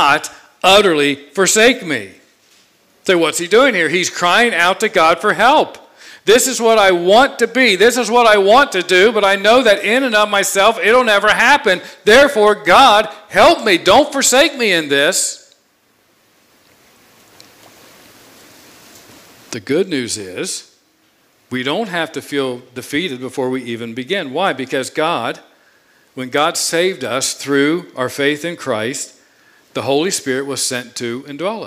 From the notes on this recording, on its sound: preached this sermon on Sunday, August 1, 2021 from the pulpit of Grace Community Church in Berea, KY.